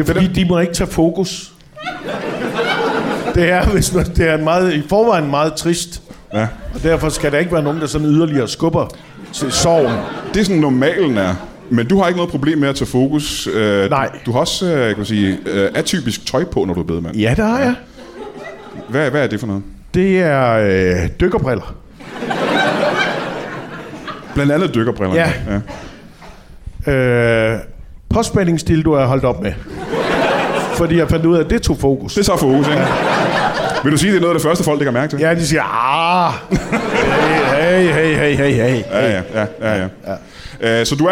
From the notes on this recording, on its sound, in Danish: LIVE fra UP Festival på Comedy Zoo. Optaget under UP Comedyfestival på Comedy Zoo i København.